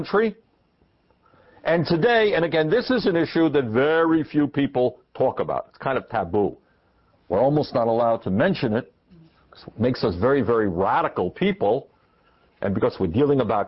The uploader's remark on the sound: This forum was recorded on April 15, 2004, at the Greater Bangor Area Labor Council Hall in Brewer, Maine.